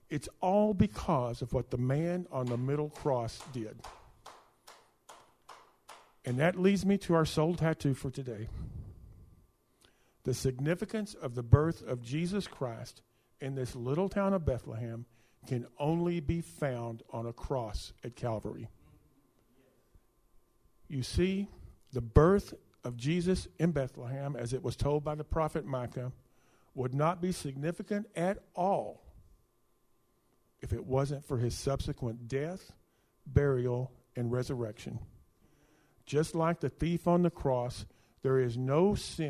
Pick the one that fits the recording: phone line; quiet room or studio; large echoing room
large echoing room